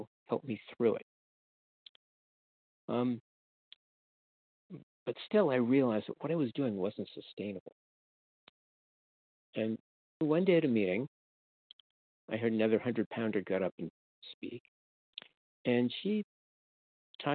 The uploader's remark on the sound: from the 100 Pounders Phone Meeting